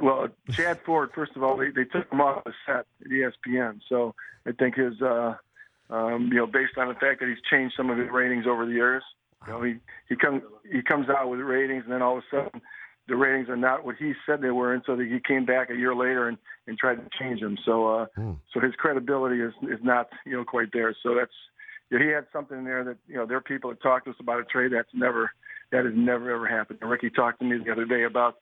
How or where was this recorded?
phone line